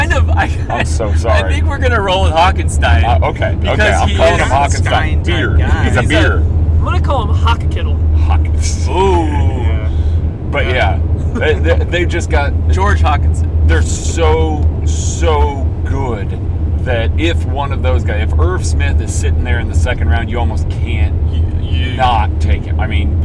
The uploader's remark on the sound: From the car!